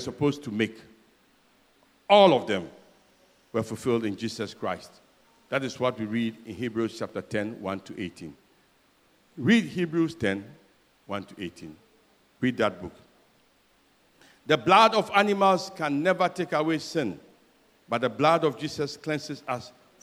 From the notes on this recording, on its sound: Sermon preached at CBC Adabraka Campus